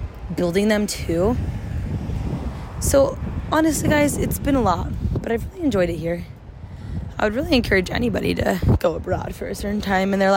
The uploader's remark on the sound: My last day in London. My first little walk & talk episode.